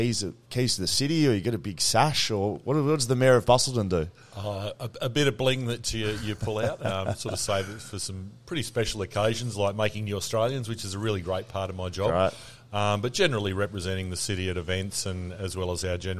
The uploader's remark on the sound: The boys hit the road to broadcast live directly from the Shelter Brewing Co. Live From Shelter Brewing Co.